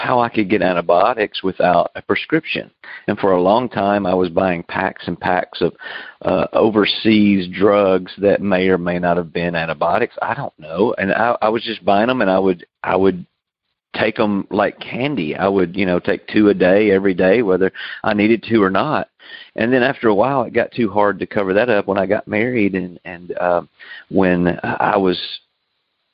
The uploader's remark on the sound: Noon Phone Speaker Meeting